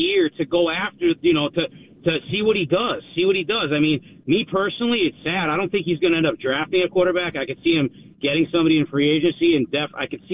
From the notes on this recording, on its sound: As the phone lines fill with fans eager to give their thoughts